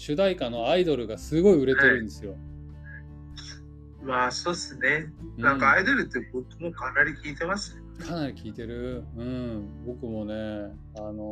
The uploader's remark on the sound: This session is on Discord. Please understand that the audio is a little bad.